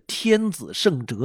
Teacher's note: 因为天就是平声，子就是上声，圣就是去声，哲就是古时候的那个入声，非常短促 · Term: 平上去入四个声调